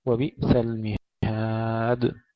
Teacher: أيضا القلقلة للدال وليست للهمزة، لا نقول وبئس، وبئس المهاد.